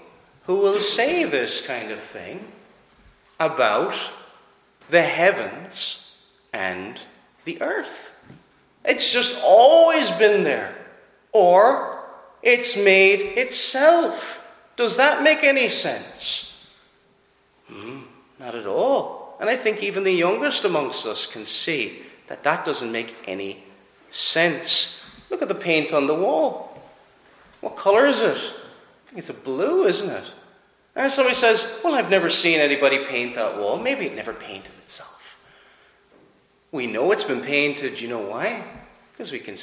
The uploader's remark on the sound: Preached at Clare Reformed Presbyterian Church